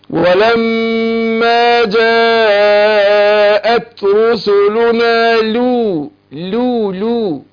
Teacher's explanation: اللام هنا حرف انحراف يعني بينحرف طرف اللسان للمخرج اللي جنبه